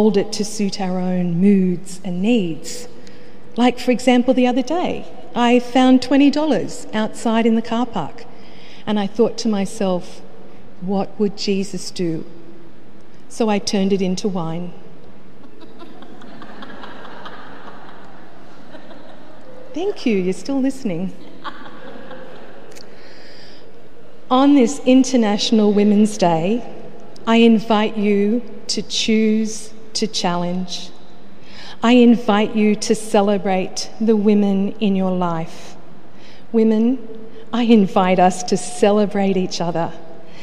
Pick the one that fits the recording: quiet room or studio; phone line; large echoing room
large echoing room